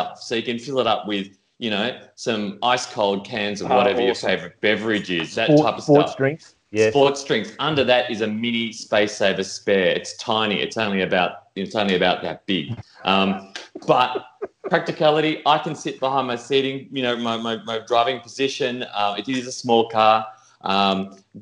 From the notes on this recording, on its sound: gather in cyberspace